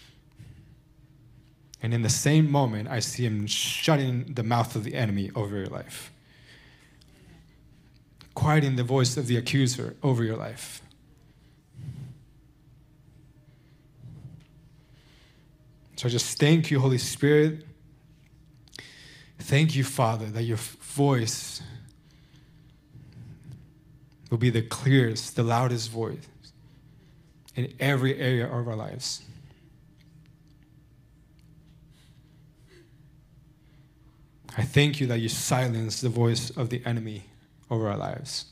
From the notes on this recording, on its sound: Recorded Sunday evening service at Reunion Hawaii